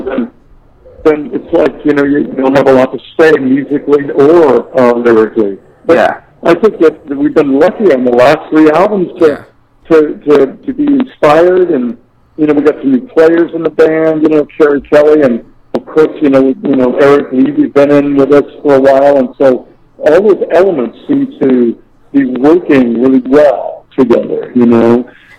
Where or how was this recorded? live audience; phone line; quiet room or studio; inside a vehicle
phone line